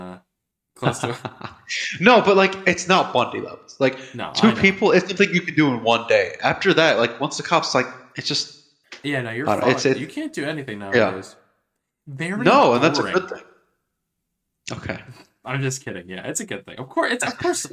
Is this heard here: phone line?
no